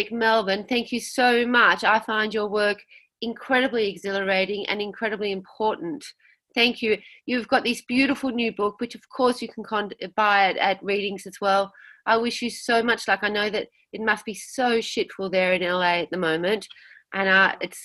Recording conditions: video call